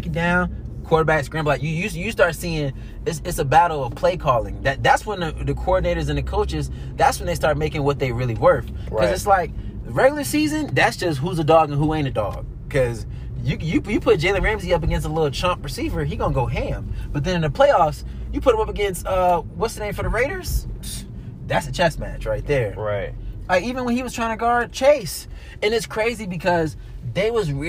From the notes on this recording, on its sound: as we ride in the whip (never did I think I would do a podcast in the car lol)